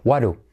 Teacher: sería waru, es decir, la D como una R suave